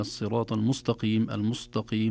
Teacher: المستقيم تجد السين تنحو نحو الصاد والتاء نحو الطاء